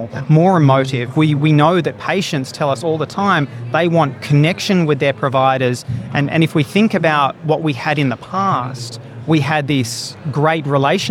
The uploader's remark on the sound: Australian Healthcare Week 2023 Feature Episode. Recorded at Australian Healthcare Week 2023.